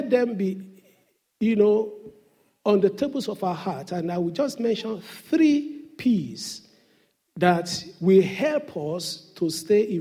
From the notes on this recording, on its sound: Sunday Service message preached by pastor. RCCG Aberdeen, UK.